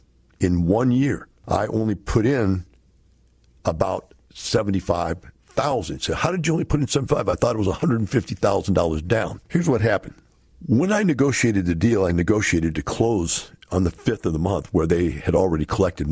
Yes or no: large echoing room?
no